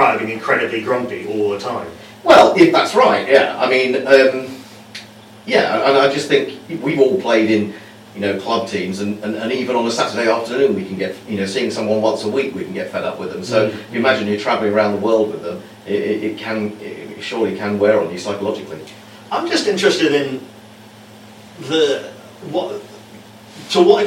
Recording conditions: poor sound quality